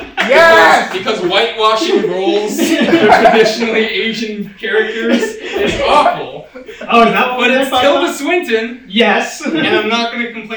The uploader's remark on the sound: filmed at NOT ACCEPTABLE LIVE!